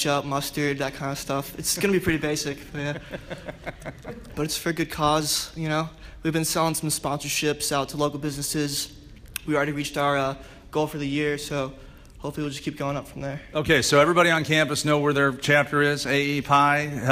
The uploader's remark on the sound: This show begins in Statesboro GA in front of a live studio audience at Georgia Southern University.